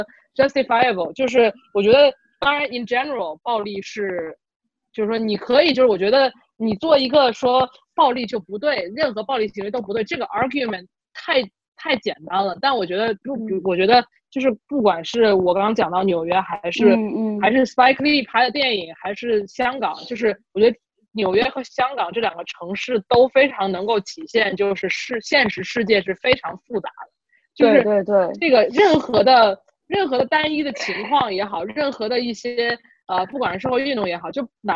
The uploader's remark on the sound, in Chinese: 兵分三地 Zoom 会议